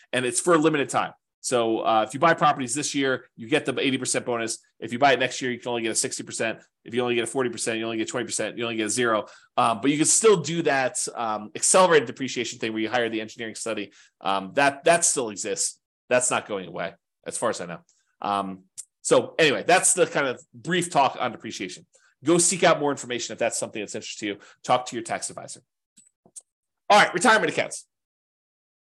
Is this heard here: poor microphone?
no